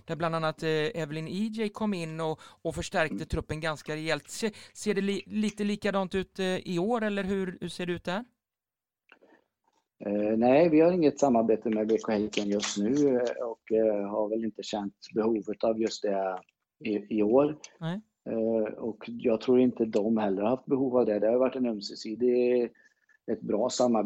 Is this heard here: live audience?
no